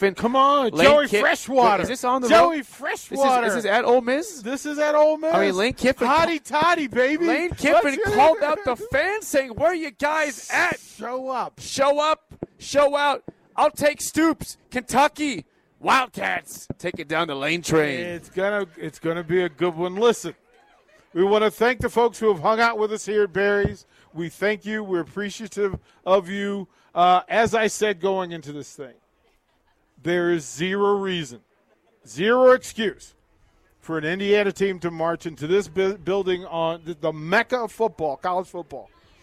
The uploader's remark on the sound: Nebraska Football Talk Live from Barry's